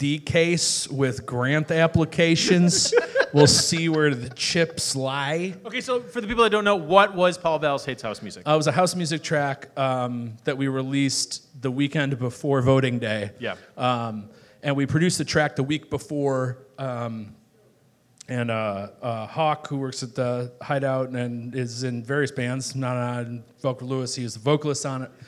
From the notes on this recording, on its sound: Live at The Whistler